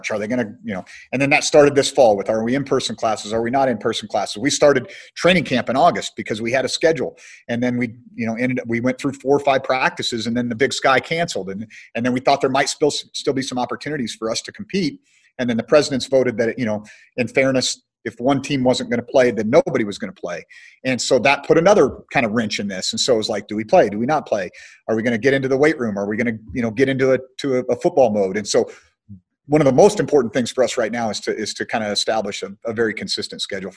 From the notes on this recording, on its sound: Hosted a zoom call.